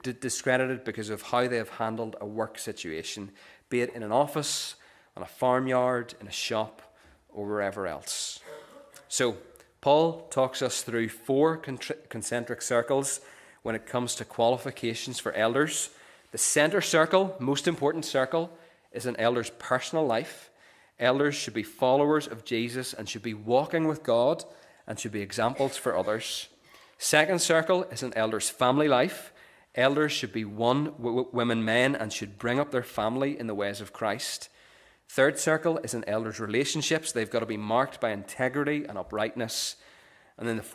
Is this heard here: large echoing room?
yes